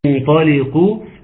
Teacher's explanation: في ميزه ان الغنه مفخمه